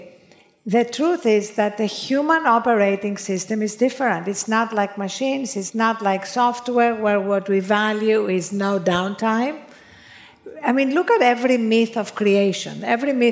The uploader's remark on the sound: A chat at In goop Health in New York City.